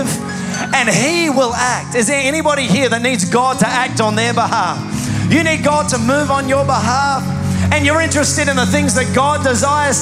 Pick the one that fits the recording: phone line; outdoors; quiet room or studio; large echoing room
large echoing room